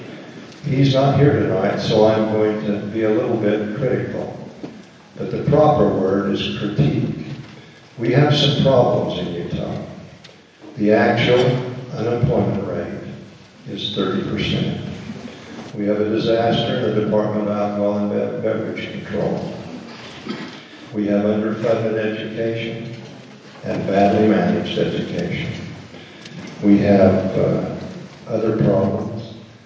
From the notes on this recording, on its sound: 2012 Cache County Utah GOP Convention Audio. Here is most of the audio for the 2012 Cache County Utah GOP Convention held at Mt.